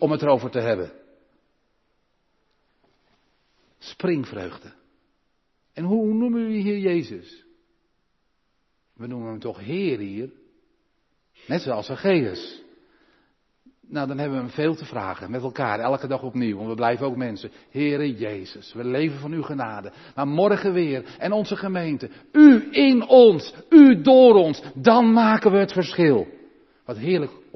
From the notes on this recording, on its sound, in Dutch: De preek is op 29 januari 2023 opgenomen in de Maranathakerk te Groningen